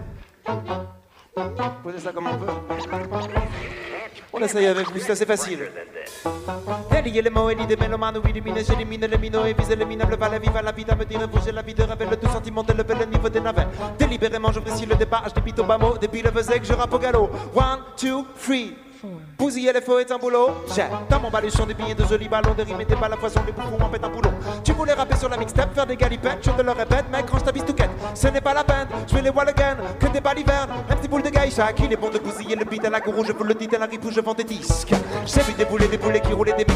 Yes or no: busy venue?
yes